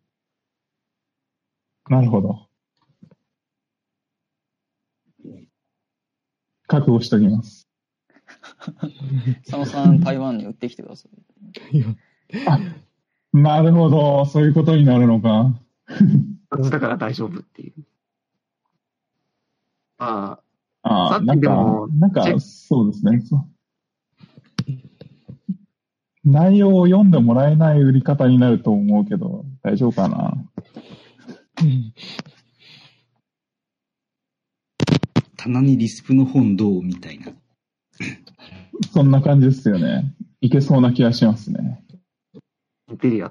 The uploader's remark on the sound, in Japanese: Discord上での収録です。